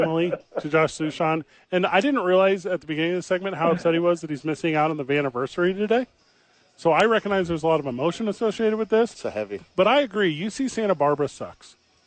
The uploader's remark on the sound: live from AXE ABQ